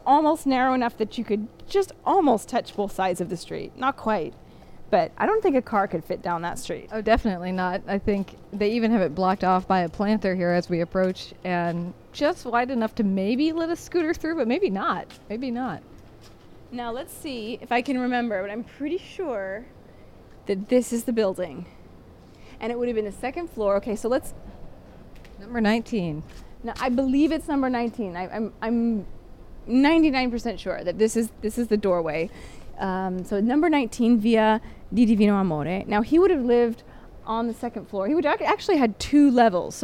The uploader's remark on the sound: A rebroadcast of our walking tour through Rome.